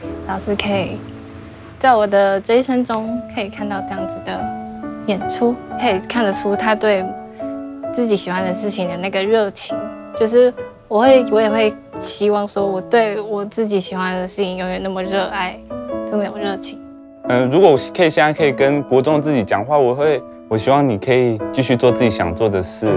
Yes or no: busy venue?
no